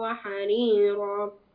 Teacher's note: مد العوض حريرا فتقف على مقدار حركتين